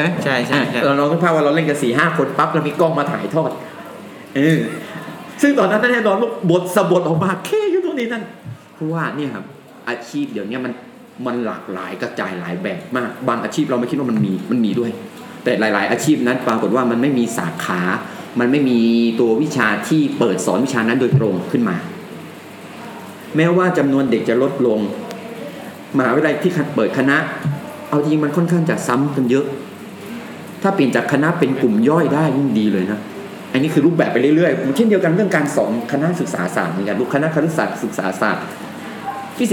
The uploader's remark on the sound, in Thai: ตอนบันทึกฝนตกหนัก อาจได้ินเสียงฝนหนักหน่อยนะครับ.